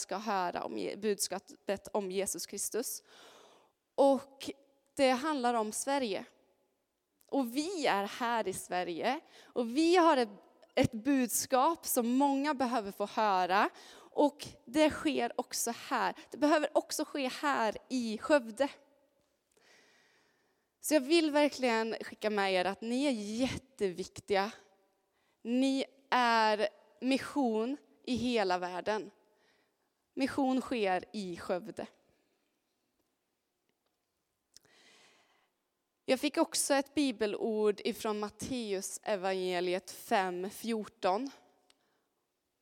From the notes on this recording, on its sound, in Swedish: Inspelning från Immanuelskyrkan Skövde.